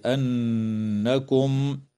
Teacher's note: وتغن النون المشددة في كلمة أنكم